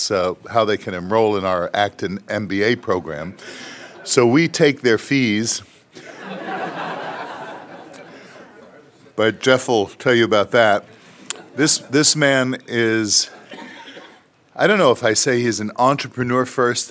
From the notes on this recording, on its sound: a keynote address that was delivered as part of the 2017 Education and Freedom Conference